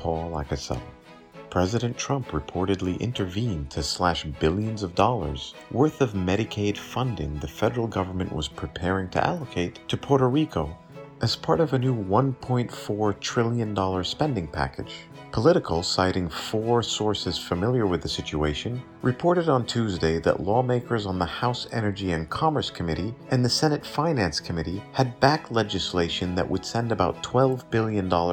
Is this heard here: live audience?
no